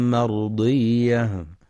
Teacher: يجب إعطاء الياء المشددة حقها من النبر دون مبالغة لتوضيح التشديد